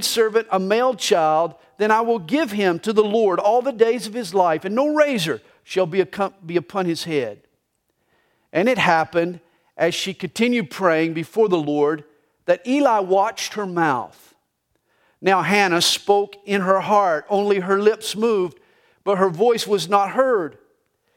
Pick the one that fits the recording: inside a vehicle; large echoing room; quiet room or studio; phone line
large echoing room